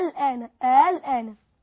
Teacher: اما التسهيل فهو بين التحقيق الذي هو ا ال ان، وبين الابدال الذي هو ال ان، بين الاثنين